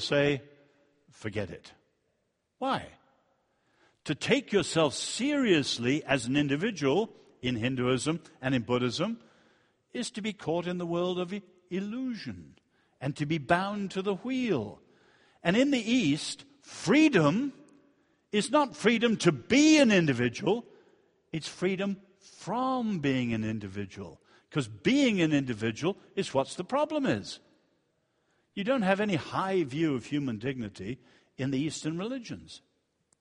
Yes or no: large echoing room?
yes